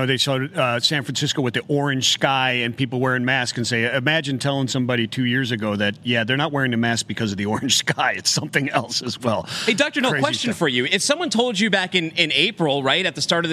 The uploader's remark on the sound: live from Global Trade Tech Day 2